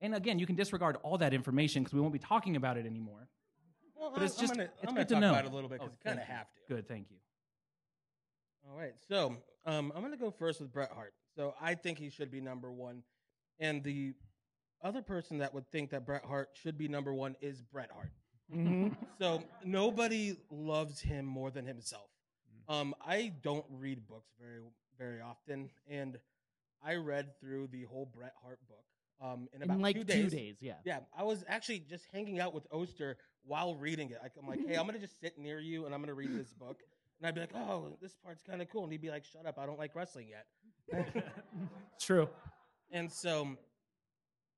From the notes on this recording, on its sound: LIVE FROM TREEFORT MUSIC FEST 2022. Live at Treefort Music Fest 2022.